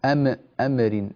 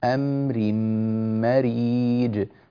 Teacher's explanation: امسك الميم، لا تجعلها تتقلقل وتهتز منك · Shown in: second take · أمر لا يصح، أمر مريج هكذا.